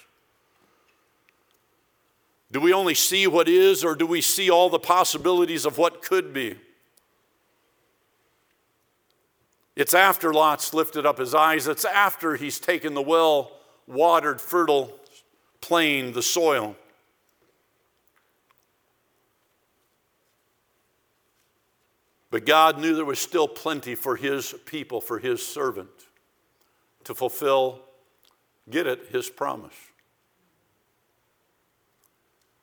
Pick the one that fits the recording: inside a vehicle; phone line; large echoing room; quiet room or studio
large echoing room